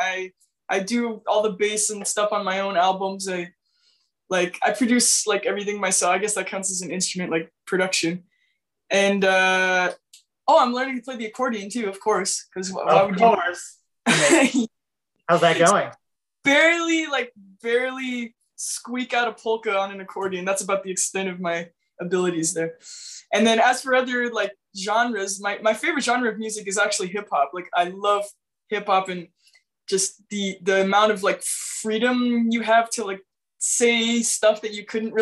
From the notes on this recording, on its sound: Recorded via Zoom